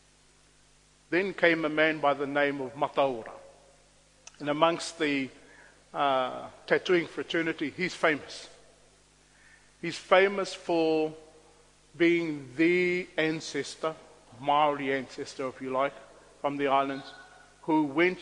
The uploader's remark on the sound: on Waitangi Day he presented a lecture